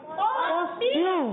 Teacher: ساکن سے پہلے زیر ہے را کو باریک پڑھیں گے